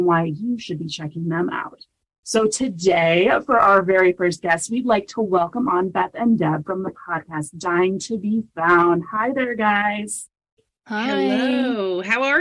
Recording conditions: video call